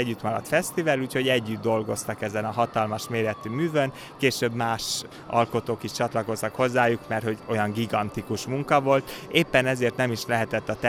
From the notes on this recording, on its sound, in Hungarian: A beszélgetést a kiállítótérben rögzítettük, a háttérben hallható zene és zajok is bizonyítják